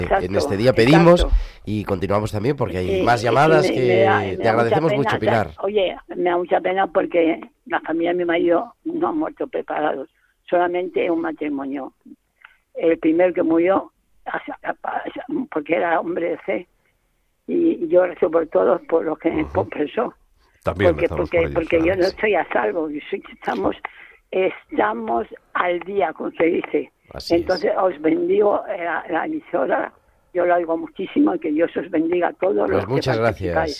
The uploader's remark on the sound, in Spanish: Programa especial en la noche de Todos los Santos, con llamadas en directo pidiendo por nuestros difuntos.